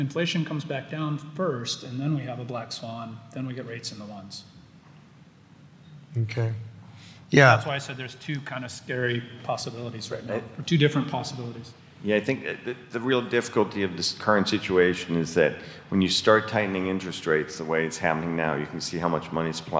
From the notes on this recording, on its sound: The Norris Group’s annual award-winning event, I Survived Real Estate is back, LIVE! Our 15th annual black-tie gala that benefits Make-A-Wish and St.